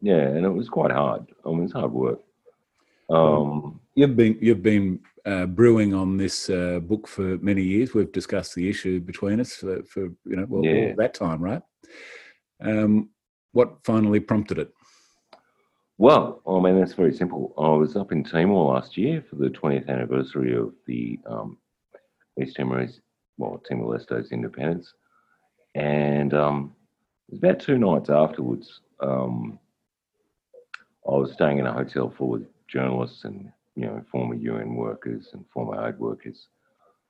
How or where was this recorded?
video call